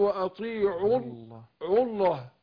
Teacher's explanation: نتخلص من التقاء الساكنين بحذف حرف المد